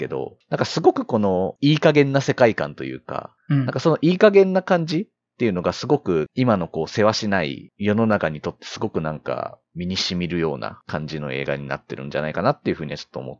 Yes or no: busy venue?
no